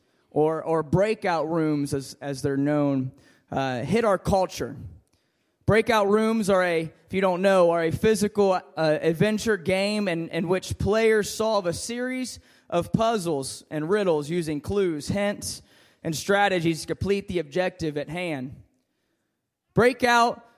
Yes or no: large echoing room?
yes